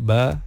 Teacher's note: Iza waqab, ada ba yang qalqalah kat situ